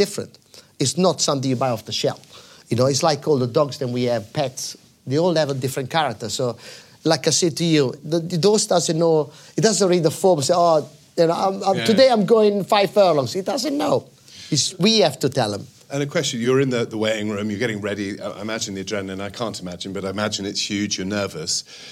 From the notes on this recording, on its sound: On board The Rive Gauche for a show recorded in front of a live audience.